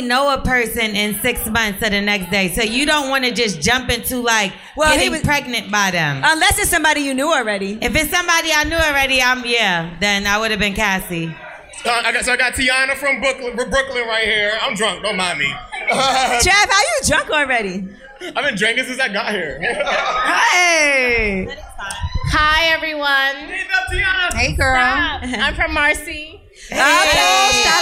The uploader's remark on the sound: Lip Service Live. In the second half of the live show.